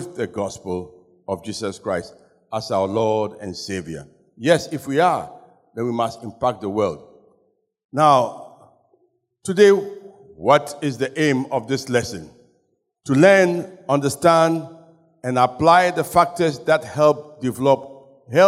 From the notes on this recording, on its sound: Sermon preached at CBC Shiashie